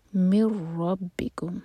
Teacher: ادغام ہے بغیر غنہ کے، ایم ٹی نون کے بعد را، مر پڑھا جائے گا، نون بالکل نہیں پڑھیں گے